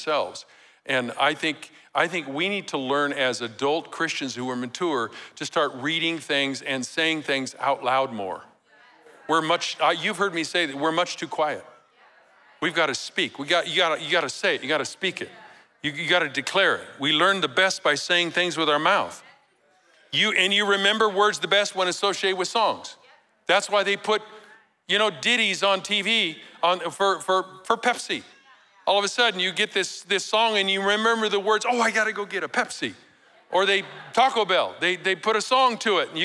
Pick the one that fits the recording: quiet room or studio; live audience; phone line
live audience